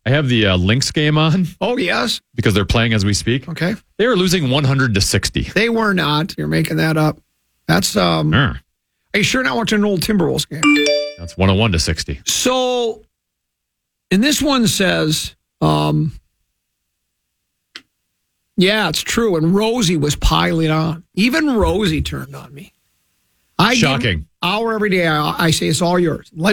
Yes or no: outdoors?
no